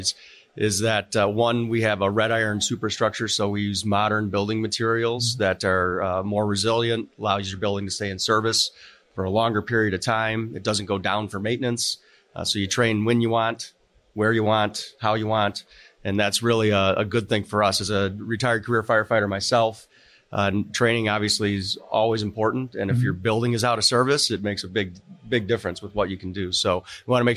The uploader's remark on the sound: Live at FDIC